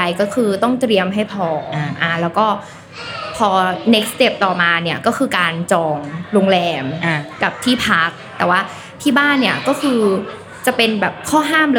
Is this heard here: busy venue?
yes